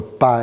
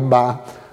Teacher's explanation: l'opposition sonorité entre pas et bas